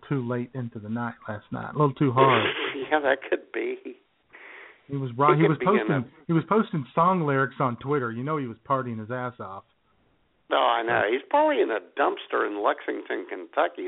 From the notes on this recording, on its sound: All of that plus your phone calls at 661. As IWS Radio presents: Jesus Christ: Rebel Without A Cross.